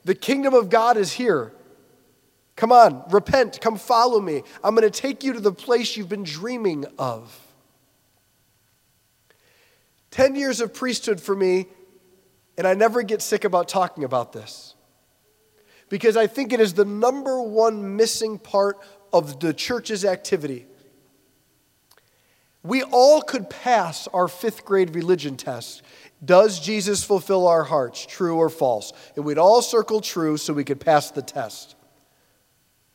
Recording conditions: large echoing room